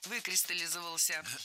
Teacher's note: Произносить это слово довольно сложно, так как ударяем первый слог, а потом идет много безударных слогов